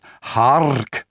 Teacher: The H gives it a beginning, the aspiration, but the RK, the R would have been more rolled in Elizabethan England than we do today